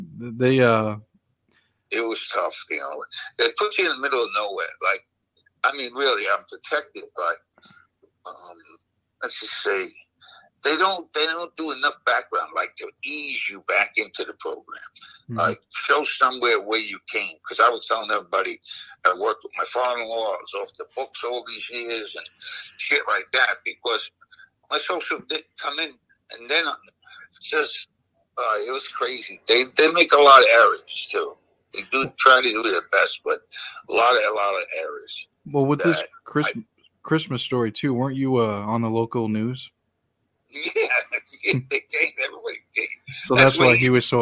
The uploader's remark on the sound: Is on the phone during this interview due to not waiting for his face to be seen.